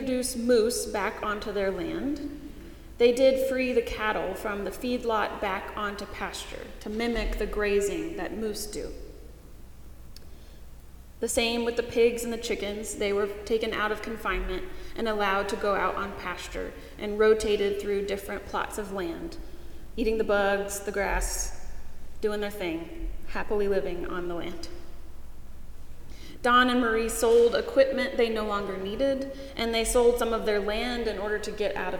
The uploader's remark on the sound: Paul's Episcopal Church in Winston-Salem, NC